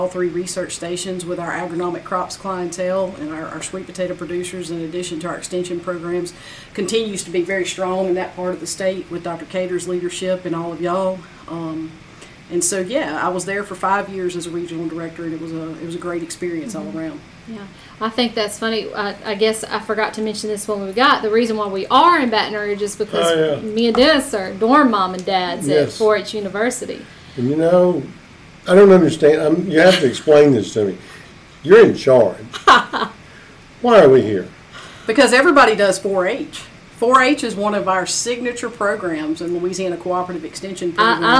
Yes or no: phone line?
no